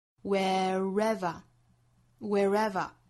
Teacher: 这个词一般读起来会在 where 和 ever 之间连接一个小 r 的发音